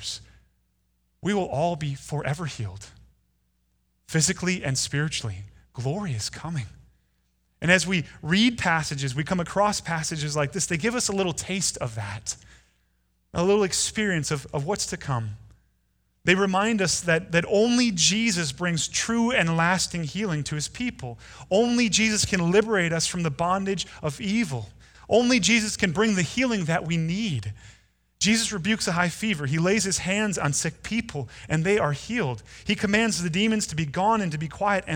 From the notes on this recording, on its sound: Delivered Sunday, February 16, 2020 at Woodridge Community Church (New Berlin, WI).